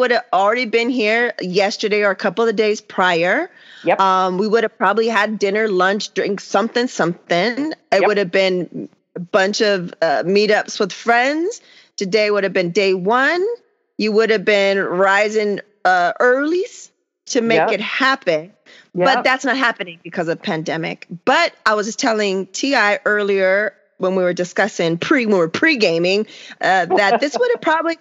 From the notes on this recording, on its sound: Recorded via Skype = Palm Springs + Southern OR.